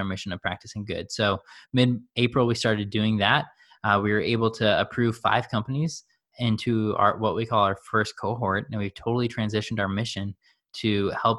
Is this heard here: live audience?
no